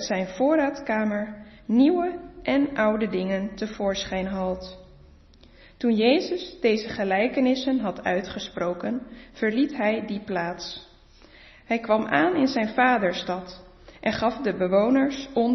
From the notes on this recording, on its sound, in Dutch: De preek is op 6 maart 2022 opgenomen in de Maranathakerk in Groningen.